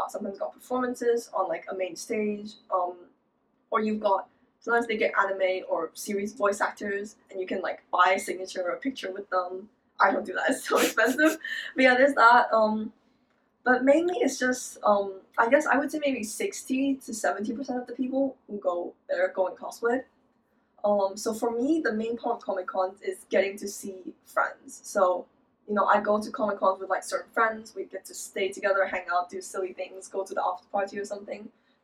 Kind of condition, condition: fault, poor sound quality